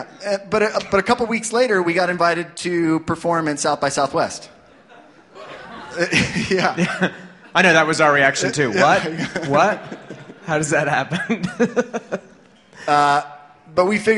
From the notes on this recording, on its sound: LIVE from Denver Music Summit! Here is a live show that we taped at the Denver Music Summit. The organizers invited us to put together a special show at the McNichols.